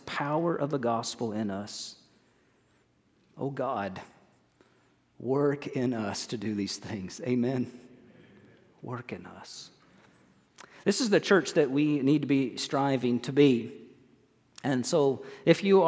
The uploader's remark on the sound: recorded on 05/07/23 at First Baptist Church in Mount Washington, KY